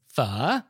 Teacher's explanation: it's a low falling and then rising tone, kind of like Mandarin's third tone. So it sounds like you're asking a question, pho.